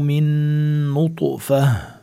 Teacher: نون ساكنة بكلمة من بعدين نون متحركة بكلمة نطفة. هذا الحكم اسمه إدغام، إدغام مع غنة، وفينا نسميه كمان إدغام المتماثلين لأنه نون وراها نون، نفس الحرفين.